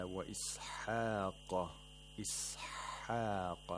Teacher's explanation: حَا has بُحَّة. We have to have constriction in the pharynx when pronouncing حَا.